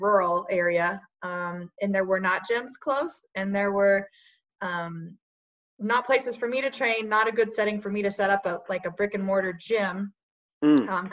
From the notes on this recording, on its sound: via Zoom so please excuse the audio quality